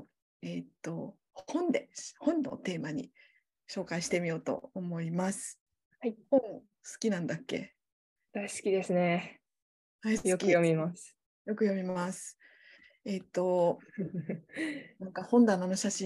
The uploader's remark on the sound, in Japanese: 収録場所： オンライン (Zoom)